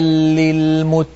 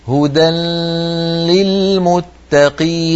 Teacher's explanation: فنخرج لاما من الفم وغنة من الخيشوم في آن واحد